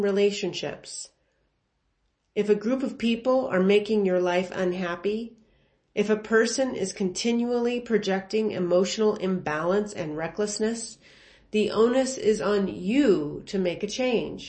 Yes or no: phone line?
no